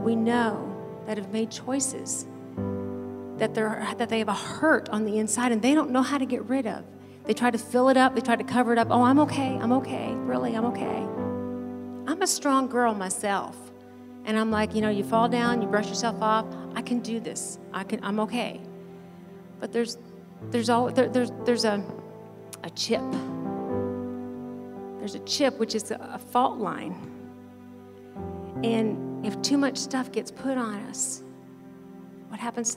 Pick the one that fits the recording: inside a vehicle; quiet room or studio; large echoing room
large echoing room